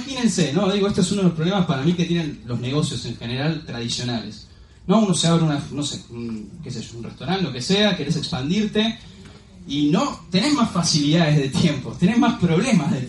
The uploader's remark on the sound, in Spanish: Audio extraído de reunión de equipo Mega Red, Bs As.